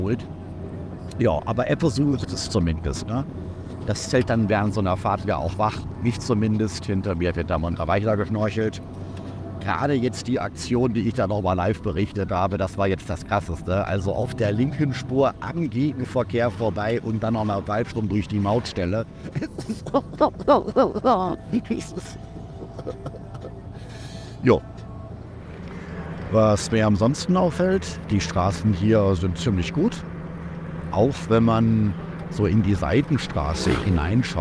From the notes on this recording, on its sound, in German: Ich beschreibe LIVE während der Fahrt mit allen Umgebungsgeräuschen diese bisweilen abenteuerliche Erfahrung. Steig mit ein auf den kleinen Road-Trip durch Bolivien.